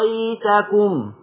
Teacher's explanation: الإبدال بقى تجيبيها ألف تمدي ستة وتخش على الياء